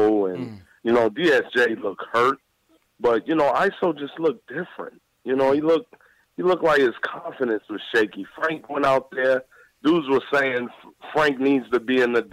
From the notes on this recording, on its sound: Caller Reactions. Get live reactions from fans around the world!